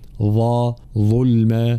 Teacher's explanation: كلمة ظلما بالضاء المشالة مخرجها طرف اللسان مع أطراف الثنايا العليا